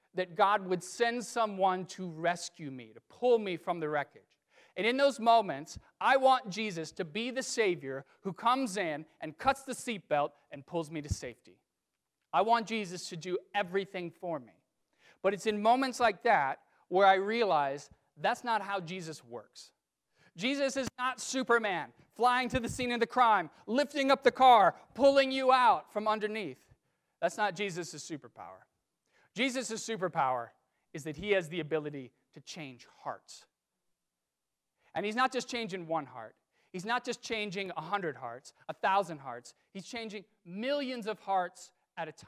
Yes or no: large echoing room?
yes